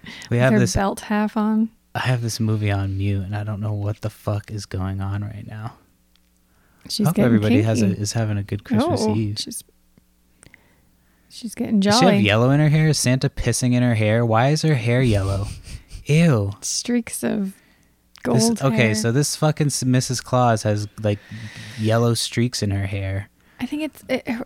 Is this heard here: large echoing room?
no